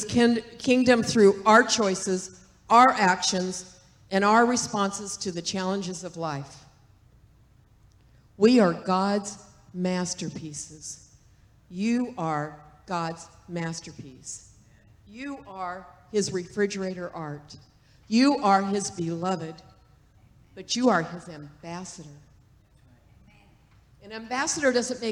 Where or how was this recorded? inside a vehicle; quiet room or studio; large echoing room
large echoing room